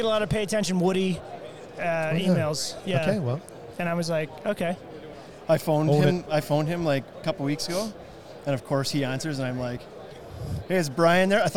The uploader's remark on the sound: Shot a LIVE episode from the Owens Corning booth.